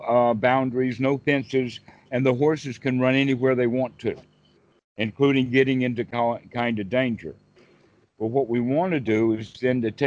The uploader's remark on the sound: Skype calls.